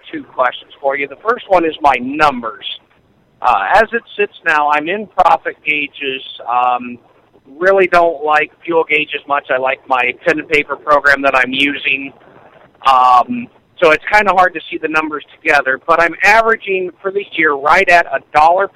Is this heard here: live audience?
no